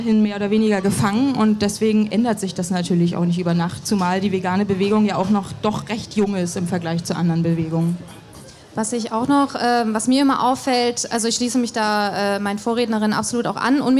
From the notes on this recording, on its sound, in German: In einer Podiumsdiskussion auf dem veganen Sommerfest Berlin